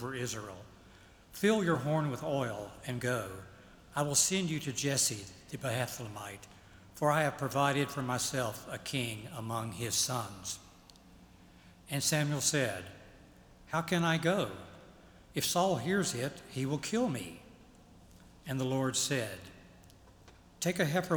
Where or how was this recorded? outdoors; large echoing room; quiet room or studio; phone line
large echoing room